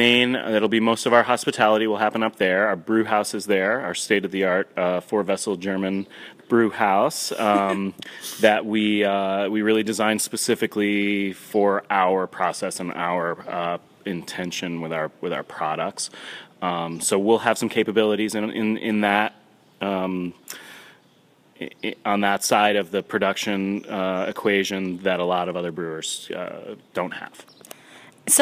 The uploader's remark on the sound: Recorded at Babe's in Haverstraw